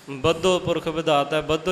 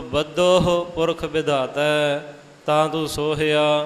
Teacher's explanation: ਇੱਥੇ ਰਾਗੀ ਸਿੰਘ ਸਾਹਿਬਾਨ ਬਦੋ ਪਾਠ ਕਰਦੇ ਹਨ ਹਾਹਾ ਗੁਪਤ ਕਰ ਜਾਂਦੇ ਹਨ · Shown in: first take